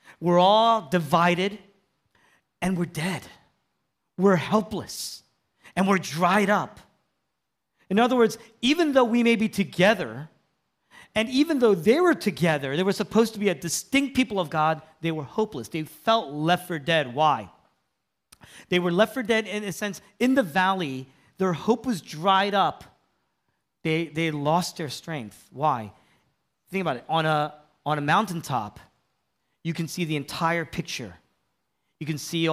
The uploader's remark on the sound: was originally preached in East Falls, Philadelphia on April 9, 2023